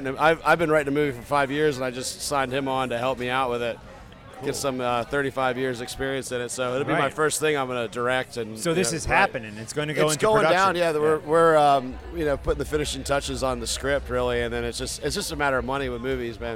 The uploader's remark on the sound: 3 new interviews recorded at Heavy Montreal 2019